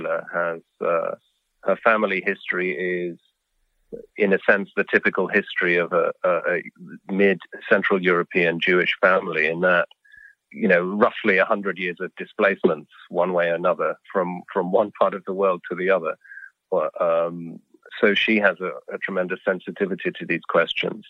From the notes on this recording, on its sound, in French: s’est entretenu par téléphone avec le compositeur néoclassique anglo-allemand